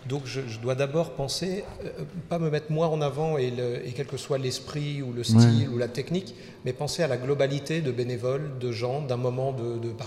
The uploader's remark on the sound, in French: Voici l’émission spéciale réalisée lors du Festival A Tours de Bulles 2019, par nos chroniqueurs BD.